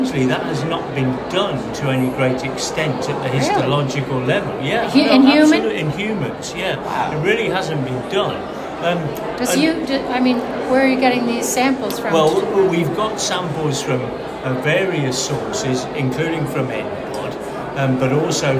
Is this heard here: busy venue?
yes